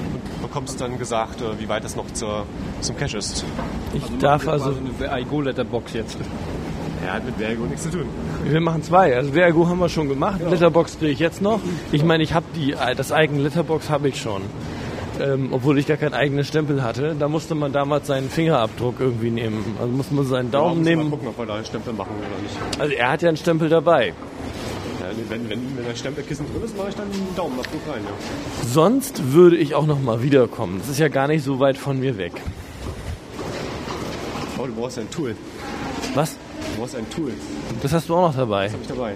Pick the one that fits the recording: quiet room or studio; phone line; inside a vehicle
inside a vehicle